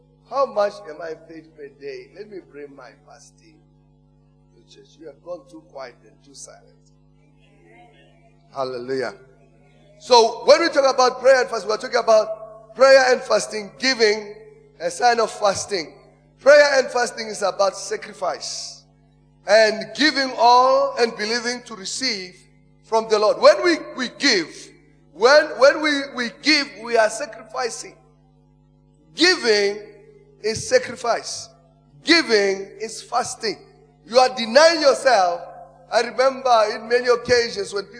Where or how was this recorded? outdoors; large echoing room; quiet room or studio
large echoing room